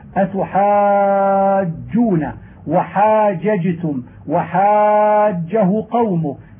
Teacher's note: وإذا أتت الجيم مشددة أو مكررة وجب على القارئ بيانها لقوة اللفظ بها وتكرر الجهر والشدة فيها